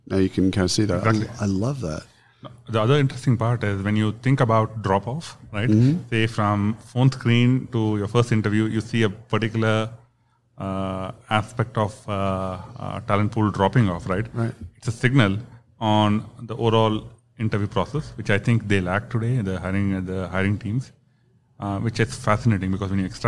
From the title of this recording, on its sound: Live from SHRM Talent